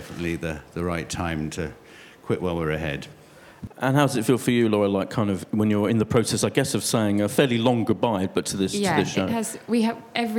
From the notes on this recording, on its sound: at the Apple Store, Covent Garden in London